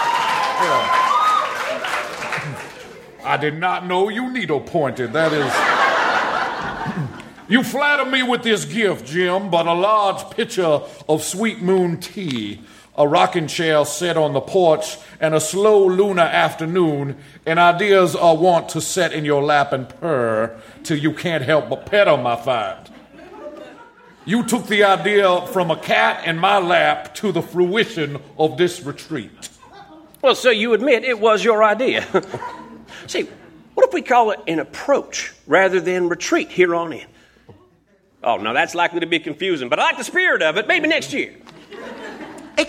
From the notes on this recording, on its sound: Recorded Live 3/3/2012 at Largo, Los Angeles.